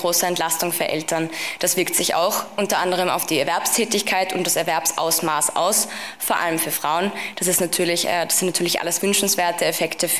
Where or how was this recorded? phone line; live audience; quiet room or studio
live audience